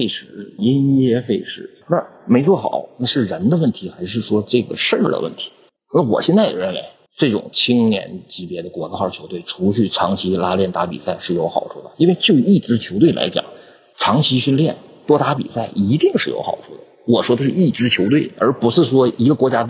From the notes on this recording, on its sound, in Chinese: 因为主播感冒，以及录音环境的问题，本期录音质量欠佳。